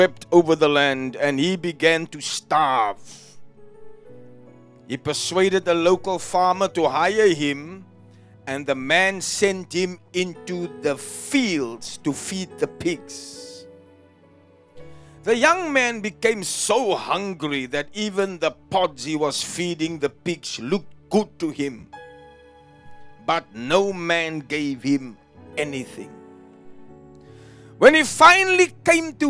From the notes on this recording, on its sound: Preached at Jesus The Answer Outreach, The Hague, Delft on the 12th November 2023